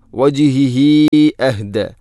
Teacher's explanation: ഹ ഉള്ളമീറിന് ശേഷം ഹംസ വന്നാൽ മദ് മുൻഫസ്സിൽ പോലെ നീട്ടണം, നാലോ അഞ്ചോ ഹർക്കത്തിന് തുല്യമായിട്ട്